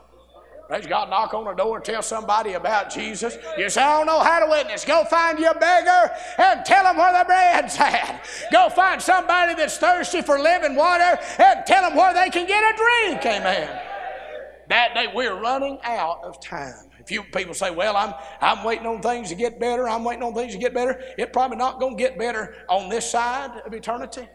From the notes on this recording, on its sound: A sermon preached Tuesday Evening during our Spring Jubilee